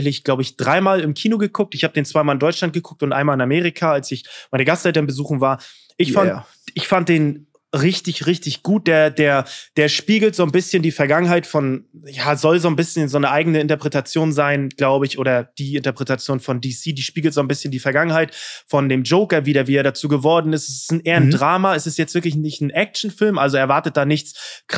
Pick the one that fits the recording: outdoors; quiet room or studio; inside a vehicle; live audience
quiet room or studio